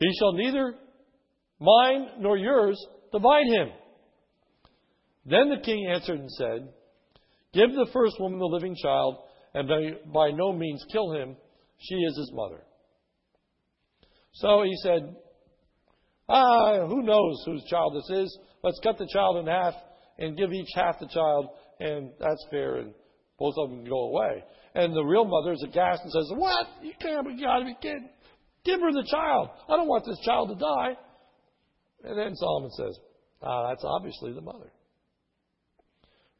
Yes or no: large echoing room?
yes